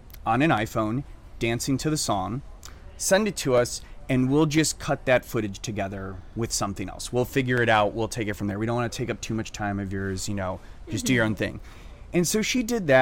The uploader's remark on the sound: We are live, on-location at the TCL Chinese Theatre for the 19th annual Oscar Qualifying HollyShorts Film Festival , as the official podcast partner. Entirely shot on an iPhone with no crew.